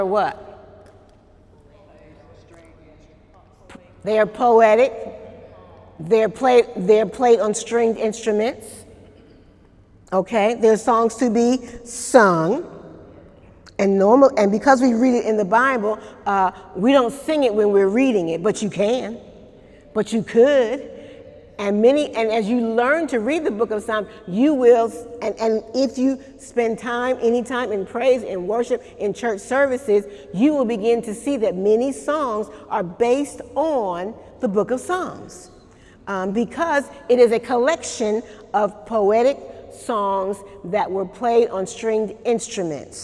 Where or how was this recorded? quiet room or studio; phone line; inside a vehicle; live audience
live audience